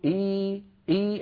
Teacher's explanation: الآن ارتفع وسط اللسان جدا، ارتفع وسط اللسان جدا، هذا حرف الياء